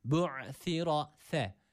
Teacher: Dil dişler arasında ileride. · Term: peltek olan s